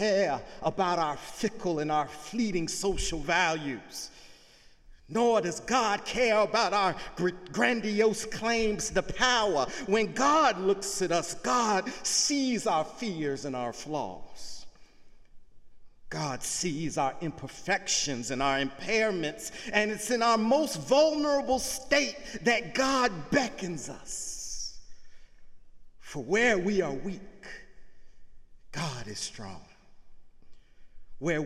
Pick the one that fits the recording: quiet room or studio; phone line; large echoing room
large echoing room